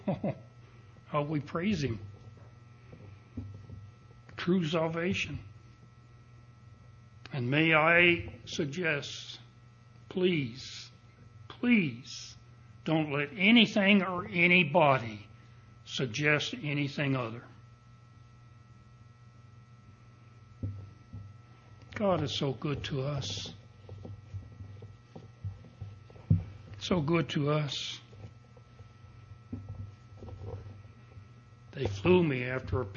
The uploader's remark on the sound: Recording of the sermon